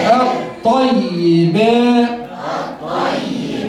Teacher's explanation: لم شمسية مدغمة في الطاء المفتوحة